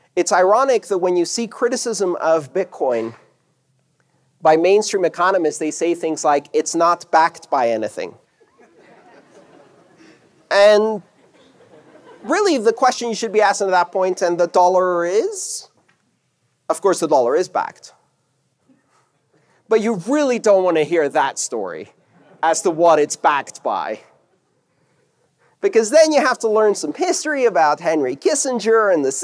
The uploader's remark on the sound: This talk took place on August 6th 2018 at 'The Internet of Money Tour' at the Hilton Denver Inverness in Colorado.